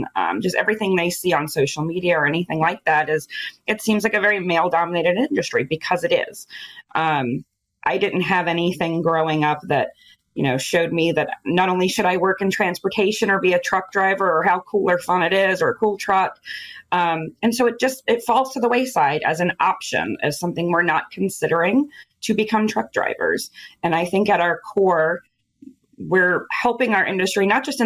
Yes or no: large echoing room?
no